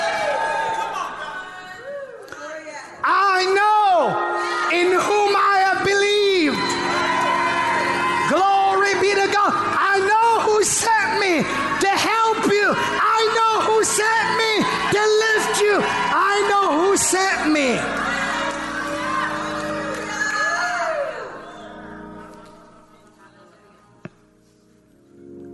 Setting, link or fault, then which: setting, large echoing room